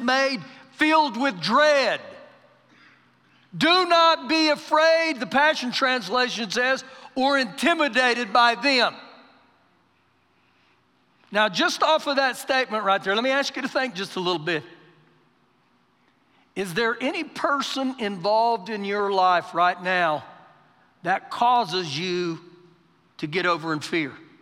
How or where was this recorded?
large echoing room